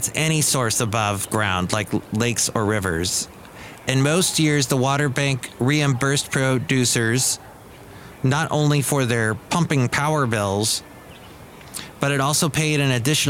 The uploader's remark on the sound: podcasts live from Cafe Anyway